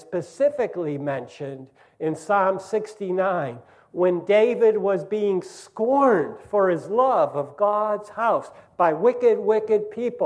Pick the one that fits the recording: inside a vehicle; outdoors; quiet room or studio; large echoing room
large echoing room